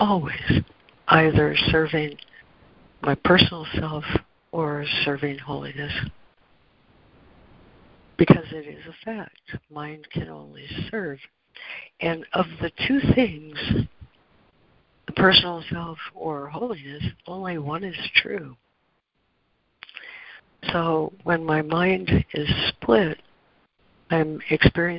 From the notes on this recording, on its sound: ACIM Daily Conference Call